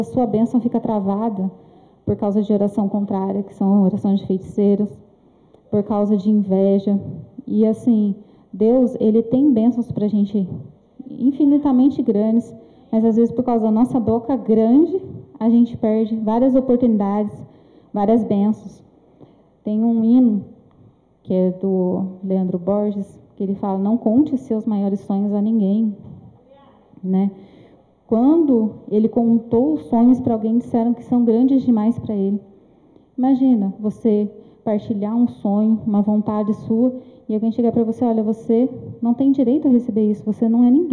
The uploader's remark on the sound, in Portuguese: Culto gravado em 08/03/2022 durante a celebração do culto das causas impossíveis